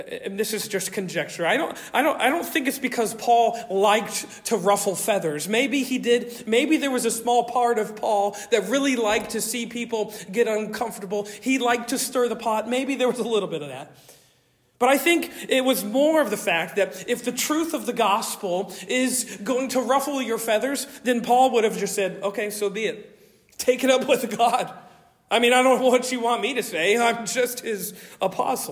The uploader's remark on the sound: Originally delivered on 19 November 2023 at Stonington Baptist Church, Paxinos, PA. At Stonington Baptist Church, Paxinos, PA.